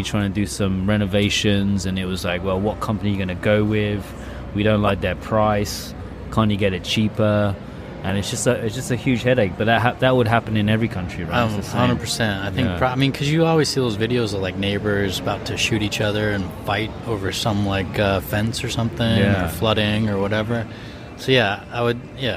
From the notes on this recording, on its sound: Recording at the Beer Garden in Odori Park, which is in the middle of Sapporo City, along with a couple of friends who came to show their support.